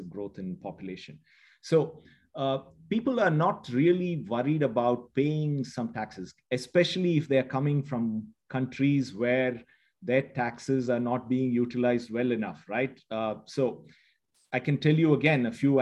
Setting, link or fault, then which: link, video call